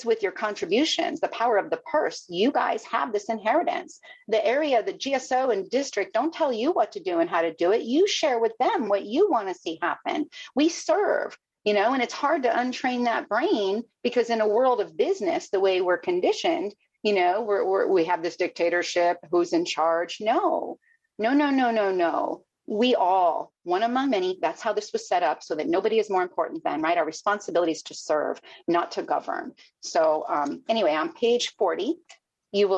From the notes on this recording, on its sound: Broken Elevator zoom meeting held in November of 2022